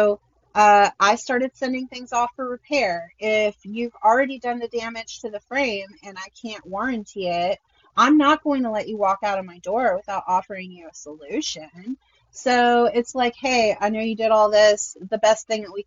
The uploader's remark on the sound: we had (yet another) round of technical difficulties this week so if the quality is kind of bad, deal with it.